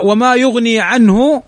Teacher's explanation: عنه نون ساكنة بعدها الهاء، والهاء من حروف الإظهار